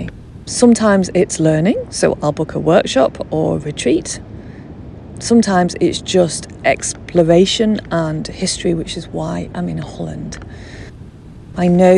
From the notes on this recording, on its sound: A podcast recorded on location as I revisit the beach in Holland that holds a special place in my heart.